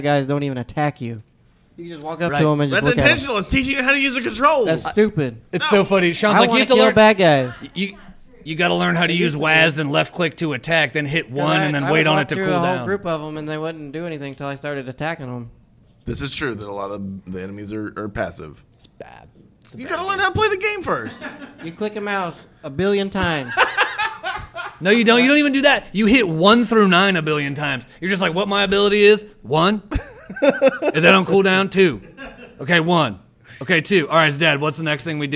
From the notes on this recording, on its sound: GeekFest 2017 LIVE! Bring the NerdLife brand of idiocy to the stage at GeekFest 2017 for their first ever live show! Our live audience.